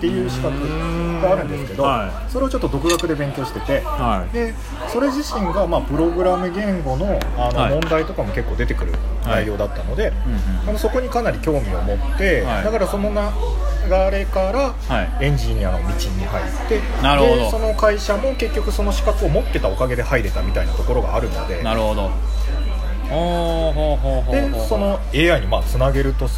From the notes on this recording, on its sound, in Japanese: 雑音込みでお楽しみください。